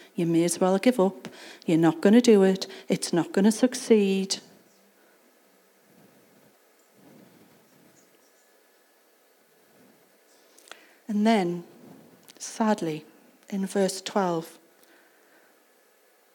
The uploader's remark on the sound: Recorded at Acorn Community Church on Sunday 29th October 2023